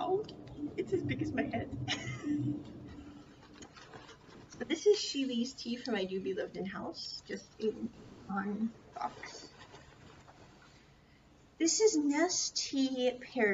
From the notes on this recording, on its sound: Sorry for the poor audio quality--this was recorded early this year and I was still working out audio kinks.